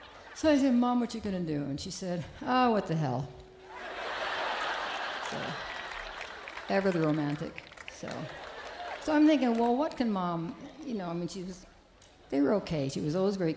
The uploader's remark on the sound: Newport Folk Festival 2009